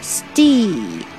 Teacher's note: Steel 中间的一、一发长元音，然后 T 要把它浊化成类似 D 的音。 Steel，然后再加个啊，这个卷舌，L 的卷舌，steel，steelBring your nerves ofsteel